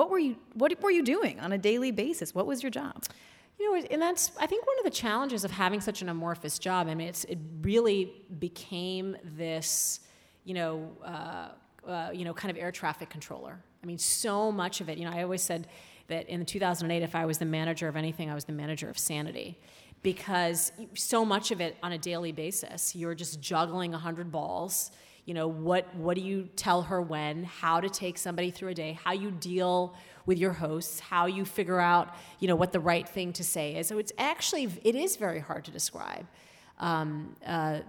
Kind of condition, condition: setting, live audience